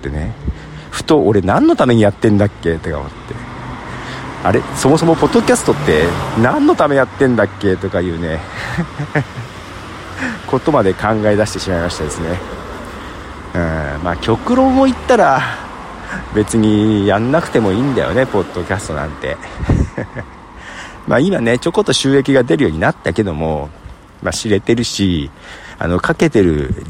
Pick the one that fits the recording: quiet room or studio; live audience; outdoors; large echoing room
outdoors